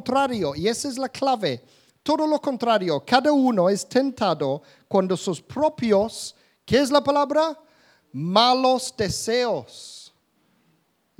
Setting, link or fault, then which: setting, live audience